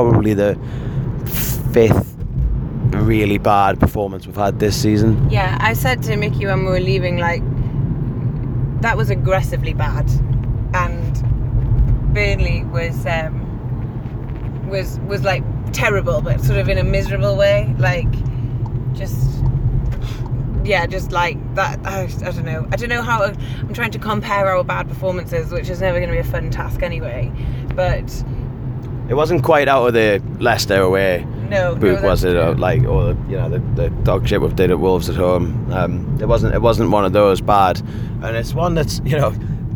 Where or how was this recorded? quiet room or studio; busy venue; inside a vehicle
inside a vehicle